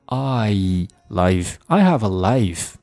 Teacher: Ihave。Ihave，但是似乎在这儿，Haley，呃，这个 Alex 也没有进行连读，他读的是 Ihave，I have 还是比较清晰的，I have 和 A 进行连读，读成了 I havea，I have alife。Life 重心词读得很标准，注意中间那个双元音 Ilife，不要读成 life，完了。双元音一定要把那个过程 I 读出来，首先是 A，然后是 E，I life, I have alife，这样才饱满。Allright，下一个是 youknow，又来个 youknow，youknow，youknow。这个 you know 就是给人一种比较 lay back 的感觉，满不在乎的感